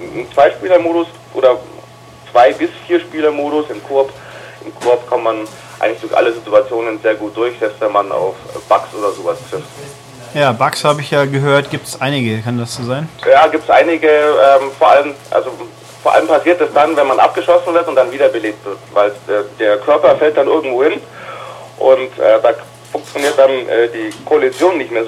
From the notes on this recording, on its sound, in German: Wir lassen uns von technischen Problemen bei der Aufnahme und mangelnder spielerischer Qualität doch nicht schrecken! In angemessenem LowFi-Ambiente.